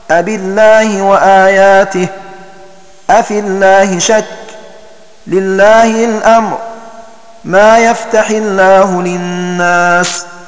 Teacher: إذا وقع لفظ الجلالة الله بعد كسرة النحو أبي الله وآياته، أفي الله شك، لله الأمر، ما يفتح الله للناس، فكل القراء يرققون لامه